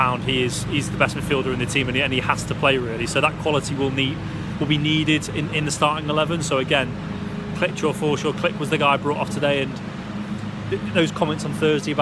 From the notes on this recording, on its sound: live from Elland Road